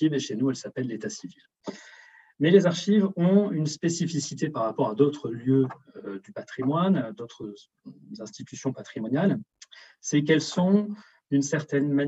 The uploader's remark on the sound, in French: Enregistré sur zoom